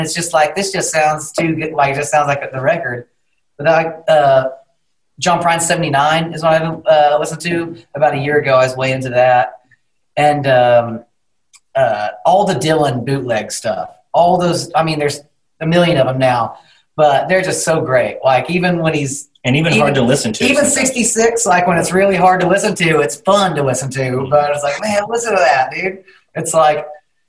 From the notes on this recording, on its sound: over Zoom